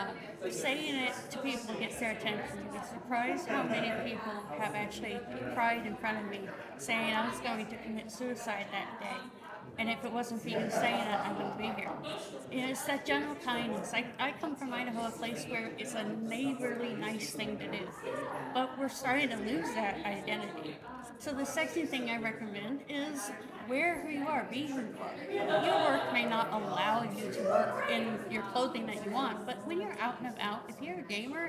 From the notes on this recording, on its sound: Special podcast series previously hosted LIVE from the EsportsNext 2023 conference.